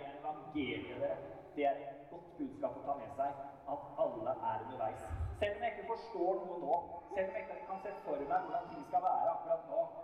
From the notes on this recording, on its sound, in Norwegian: Vi beklager dårlig lydkvalitet i dette opptaket.